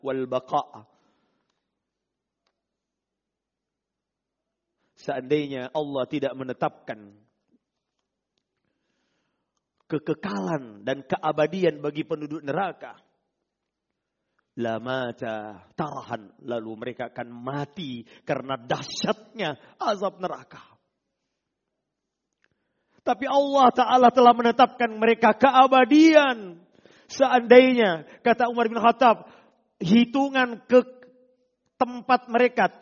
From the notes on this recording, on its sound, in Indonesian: Rekaman Audio Khutbah Jum'at